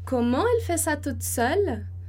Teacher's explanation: você tem que imaginar uma curva que vai subir lá para cima, que é a curva da entonação